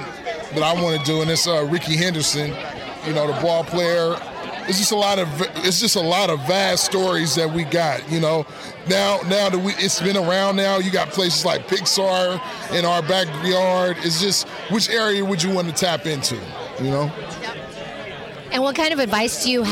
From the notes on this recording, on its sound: Recorded this episode live from Mama Dog Studios in Oakland. We love live events, especially when they're in our own backyard among our friends! Recorded this episode live from Mama Dog Studios in Oakland.